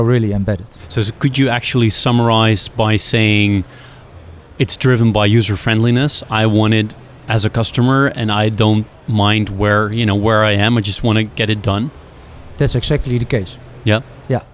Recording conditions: busy venue